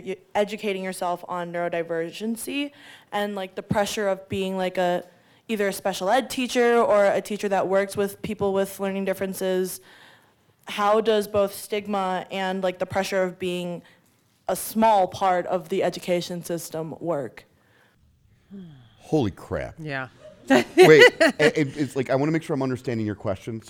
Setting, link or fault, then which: setting, live audience